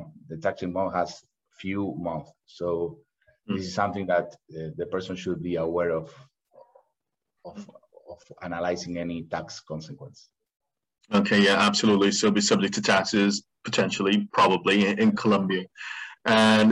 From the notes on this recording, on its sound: Livestream. For those joining us on Zoom.